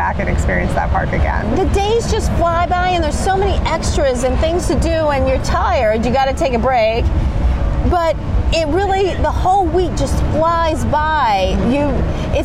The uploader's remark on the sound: Coaster Con 45 - Part 2: Live From Carowinds. Featuring a diverse mix of our passionate ACE members and the dedicated park employees.